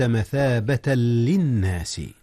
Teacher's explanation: مثابة للناس، هنا جاء إدغام بغير غنة، إذ اللام ليست من أحرف الغنة. نعم، مثابة للناس، أدغم التنوين في اللام.